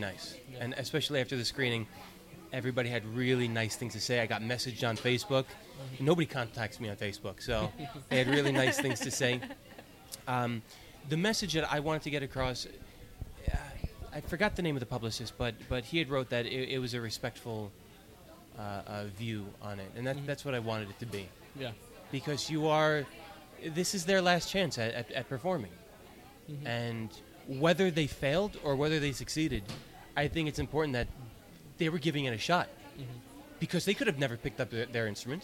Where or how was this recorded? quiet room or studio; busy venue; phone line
busy venue